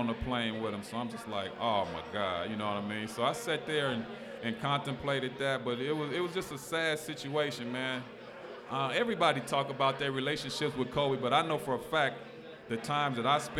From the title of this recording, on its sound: Live at Mio‘s